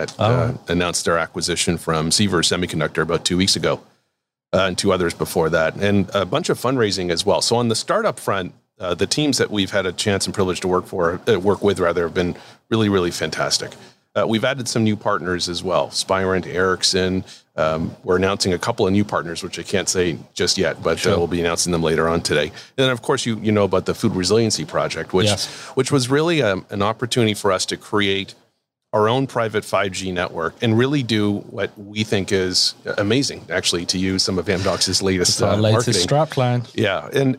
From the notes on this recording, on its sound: Taking place at the Mobile World Congress 2021 in LA